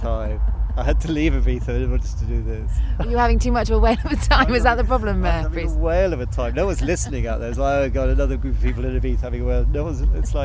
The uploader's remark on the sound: goes to NOISILY festival in Leicestershire